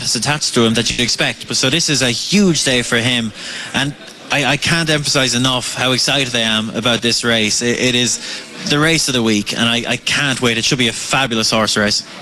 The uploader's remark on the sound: Originally broadcast live from Connolly's Redmills, Kilkenny, on Thursday 7 March 2019.